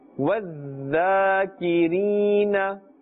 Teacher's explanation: Because the ya sakin has a kasra before it, and therefore this ya is ya madda, and we will pull up to the extent and duration of one alif